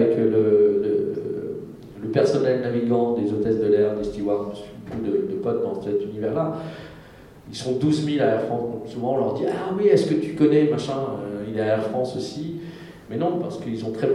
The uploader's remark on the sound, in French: Conférence TGS Springbreak 2017